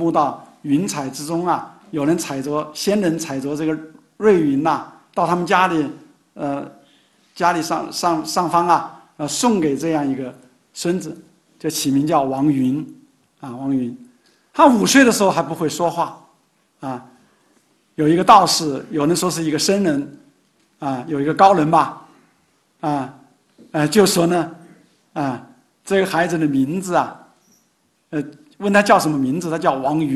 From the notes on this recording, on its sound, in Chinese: 本音频是由“复兴论坛”系列讲座录音整理而成。